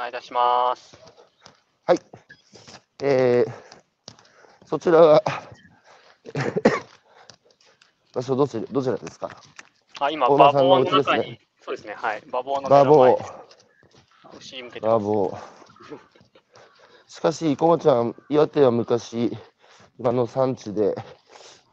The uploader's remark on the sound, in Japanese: 歩きながら1時間、対談する